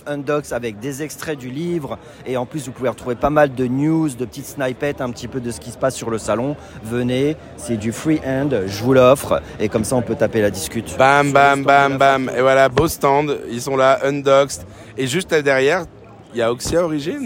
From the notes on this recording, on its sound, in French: Live from NFT Paris. Enregistré en faux direct depuis NFT Paris ! Lors de notre passage à NFT Paris, nous avons eu l'occasion de nous promener de stand en stand pour mener des interviews en direct.